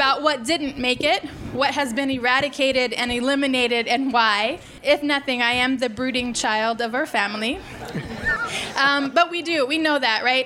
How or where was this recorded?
live audience